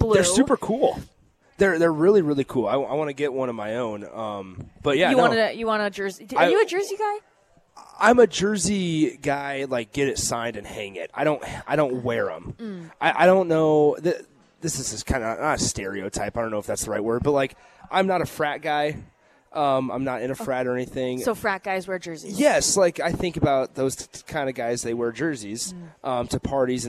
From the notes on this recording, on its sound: Live from the Upside Bar and Lounge